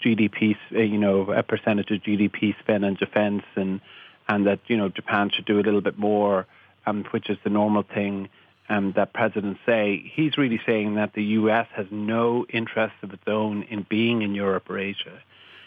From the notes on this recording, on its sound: Joins us on the line from Washington. Is joined in studio by Religious Affairs correspondent.